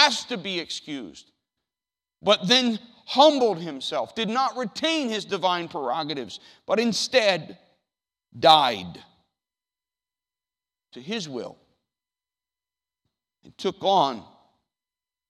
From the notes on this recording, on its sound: The audio from the worship service on June 9th, 2019.